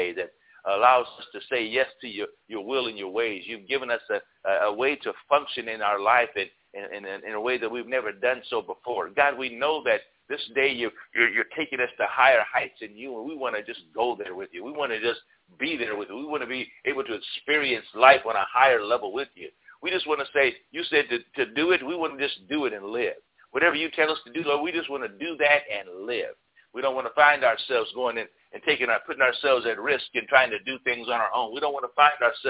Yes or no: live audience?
no